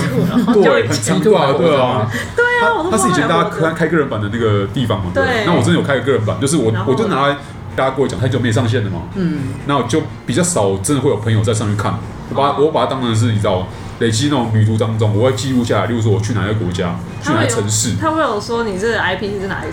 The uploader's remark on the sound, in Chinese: 本集白噪音指數：蚊風級 1/5。錄音地點： Wine Café。